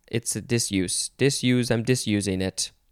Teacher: disuse with an S sound instead of a Z sound. Noun from the 15th century.